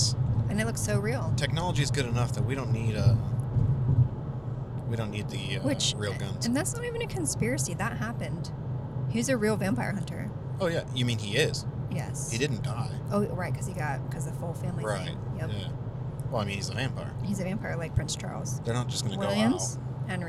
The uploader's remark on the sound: (carcast). We broke out the new equipment and made a carcast! Come join us as we travel across Washington state.